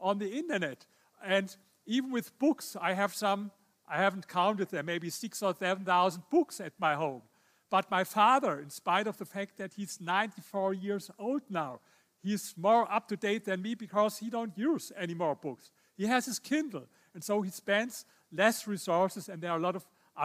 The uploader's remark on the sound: This episode is a recording from Weekend Kapitalizmu - celebration of freedom, independence and good business; three days of lectures, debates and film screenings.